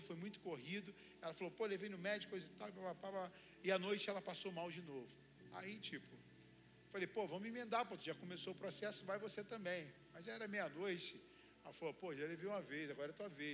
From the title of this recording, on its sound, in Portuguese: CULTO DE DOMINGO